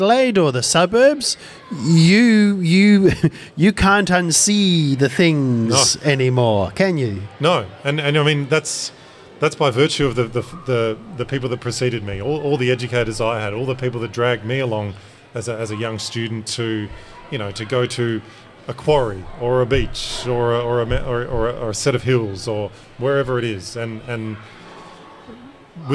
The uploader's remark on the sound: This episode was recorded LIVE during South Australia’s Science Alive event, the STEM Day Out, as part of National Science Week.